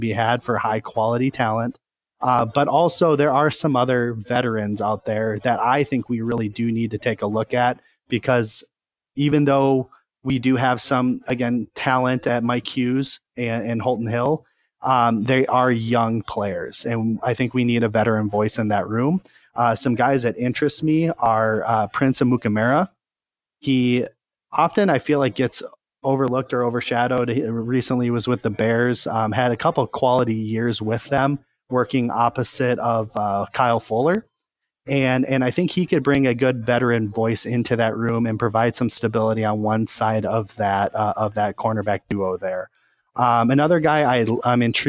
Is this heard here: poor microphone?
no